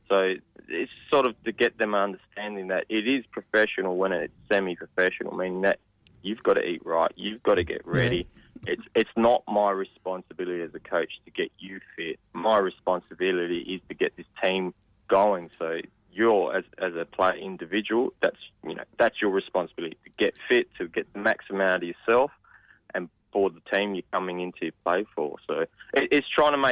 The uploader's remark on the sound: Special guests live by phone